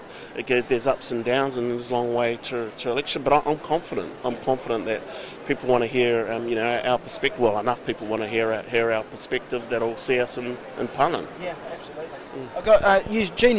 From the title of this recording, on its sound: Live at Fieldays